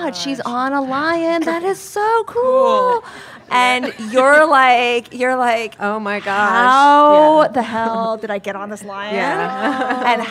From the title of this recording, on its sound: LIVE at Whole Foods Market Tribeca